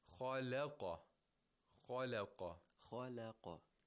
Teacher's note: we have to make sure that the lam is not pronounced with tafkhim · Term: tarqiq